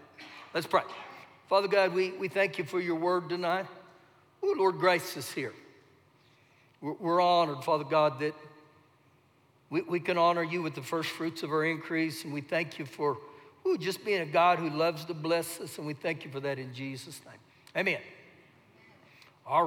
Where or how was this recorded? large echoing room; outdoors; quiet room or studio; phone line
large echoing room